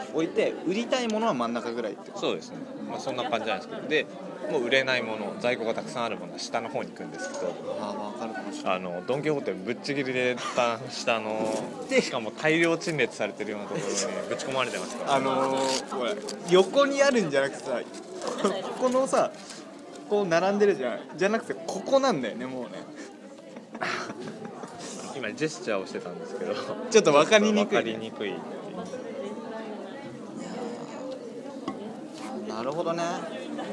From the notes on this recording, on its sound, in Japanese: 大教室で収録したため雑音が入っております。